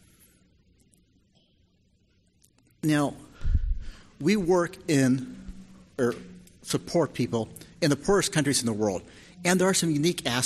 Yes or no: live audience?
yes